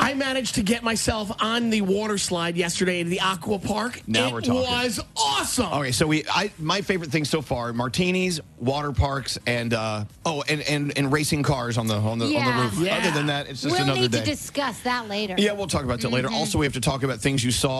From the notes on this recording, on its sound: We broadcast LIVE from Norwegian Bliss!